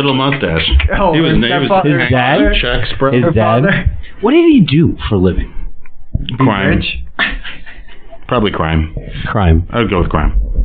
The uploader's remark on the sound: The boys watched The Cutting Edge together before recording in-person. This is a classic tangent filled hangout with all the classic indie-podcast sound issues.